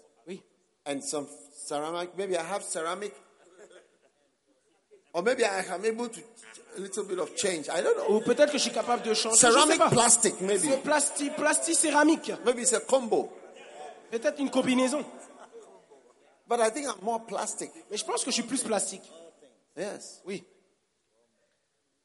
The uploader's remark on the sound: Preached at the Give Thyself Wholly pastors' conference in Mampong - Ghana